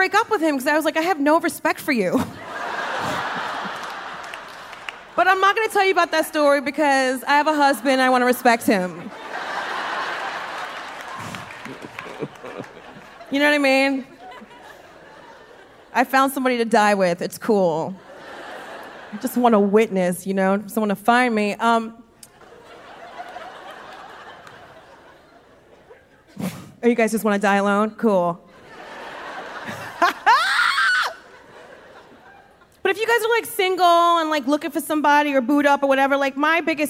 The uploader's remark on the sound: Recorded live in LA baby!